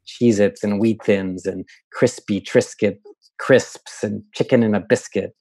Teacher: Dan discovered that the cracker names had nearly all front vowels, full of E's and I's.